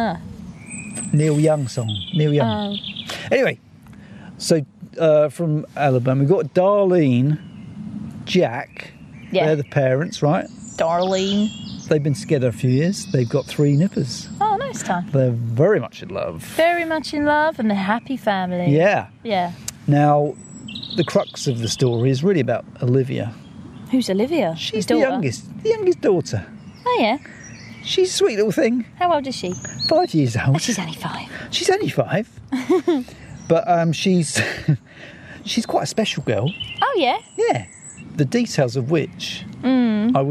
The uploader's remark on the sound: a hot summer's ramble near Piddington with sheeps